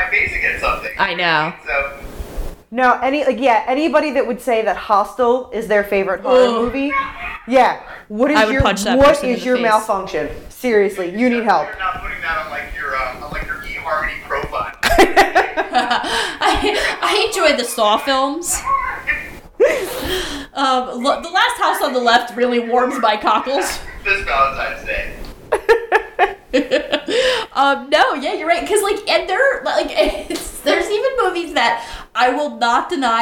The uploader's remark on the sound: We apologize for the audio, we had some technical difficulties remote broadcasting.